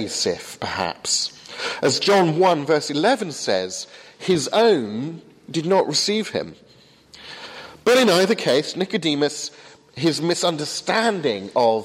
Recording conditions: large echoing room